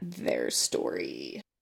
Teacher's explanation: I love the vocal fry at the end.